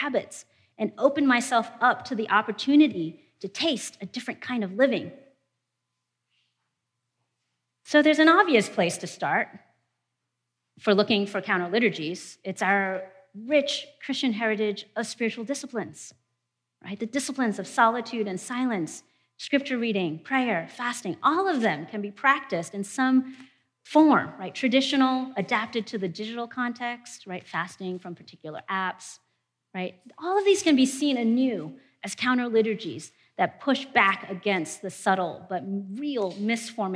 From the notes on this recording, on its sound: presentation from our 2019 conference